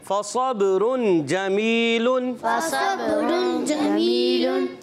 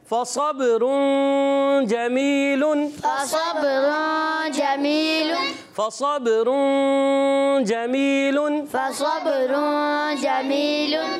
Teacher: اخفا کا غنہ ہونا تھا اور غنہ نہیں کیا تھا · Shown in: second take